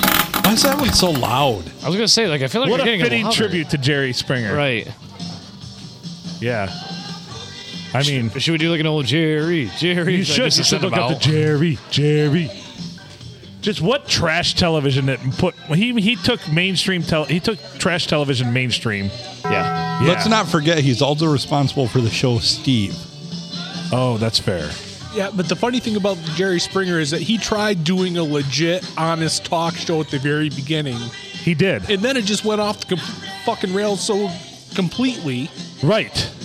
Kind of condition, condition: setting, busy venue